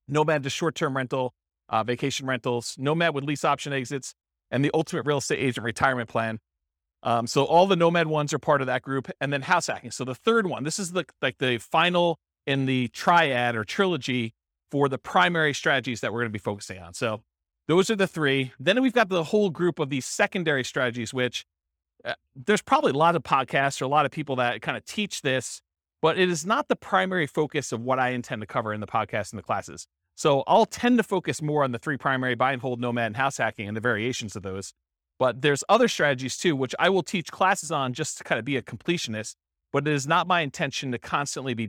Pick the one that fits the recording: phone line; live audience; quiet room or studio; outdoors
live audience